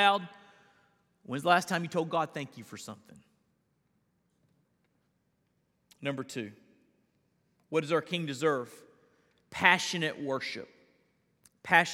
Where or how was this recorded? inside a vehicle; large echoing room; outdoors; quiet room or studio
large echoing room